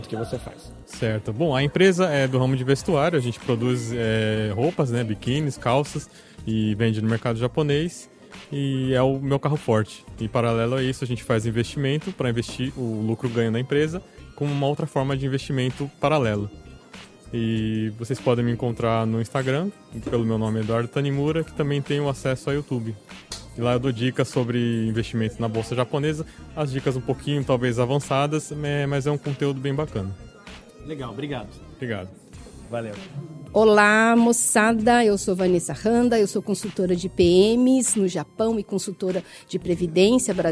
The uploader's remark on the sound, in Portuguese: Episódio gravado a vivo durante a realização do ExpoTALKS Japan 2023.